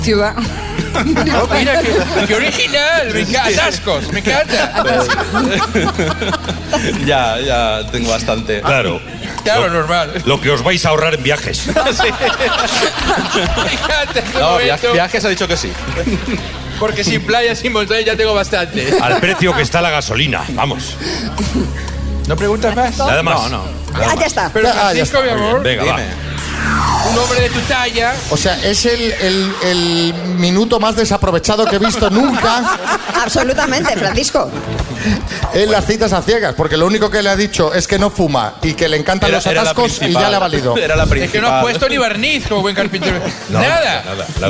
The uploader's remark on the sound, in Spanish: Las Mañanas KISS desde VALENCIA. Los oyentes que se han acercado a disfrutar del programa en directo con nosotros.